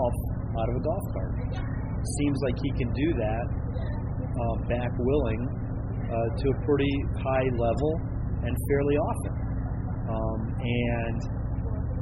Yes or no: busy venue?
yes